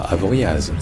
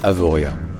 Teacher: le Z à la fin d'un mot n'est pas censé se prononcer Z · Shown in: second take · Il est censé indiquer qu'il y a l'accent tonique sur l'avant-dernière syllabe.